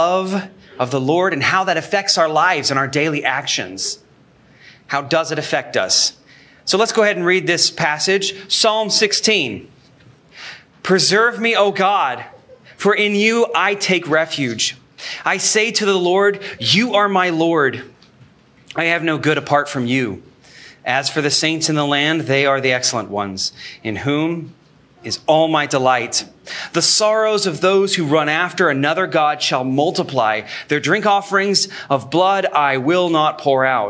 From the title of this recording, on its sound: Sermon Recorded Live